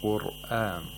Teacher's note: In this verse, in the word قرآن، the ra is ساكن، preceded by a letter with a dhamma. Therefore, we have to pronounce the ra with tafkhim